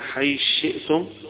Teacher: وهنا الثاء تحذف ومكانها الشين، يبقى حيث شئتم. · Term: الإدغام الكبير